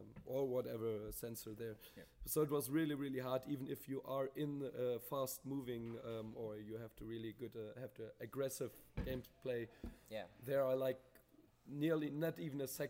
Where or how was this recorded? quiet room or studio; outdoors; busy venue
busy venue